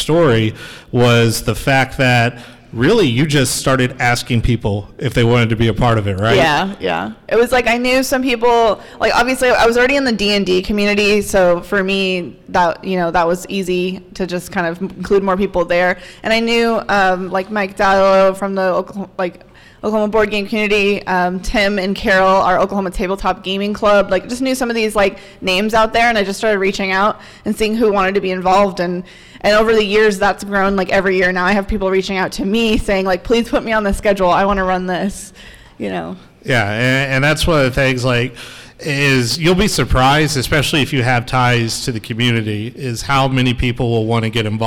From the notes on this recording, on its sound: the Gaming for Good panel that I participating in at MiracleCon 2022 in Oklahoma City